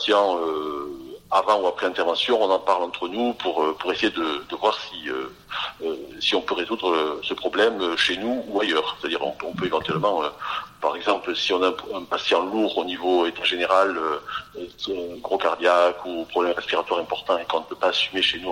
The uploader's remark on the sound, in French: au cours d’une conversation téléphonique que nous avons enregistrée pour vous